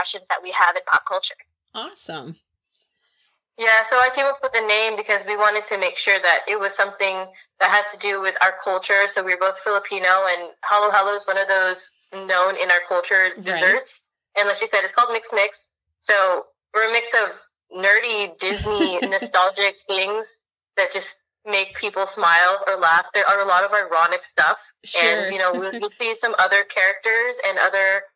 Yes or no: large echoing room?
no